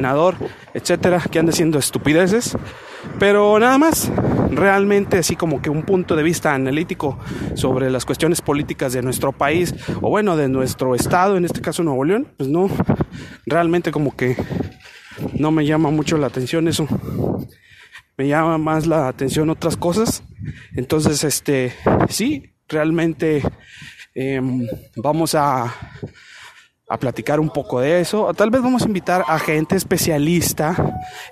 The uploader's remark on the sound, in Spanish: caminaba por las hermosas calles de Monterrey, N.L.